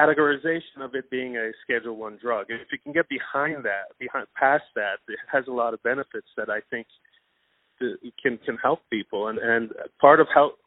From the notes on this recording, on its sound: On the phone